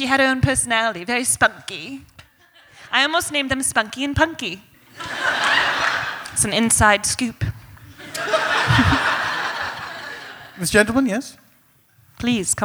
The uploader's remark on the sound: A special traveling edition of The Dead Authors Podcast. Recorded Live at San Francisco Sketchfest, San Francisco, CA.